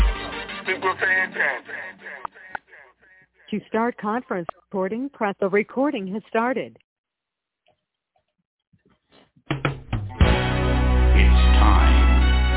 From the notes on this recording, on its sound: TNTSuperfantastic Conference Call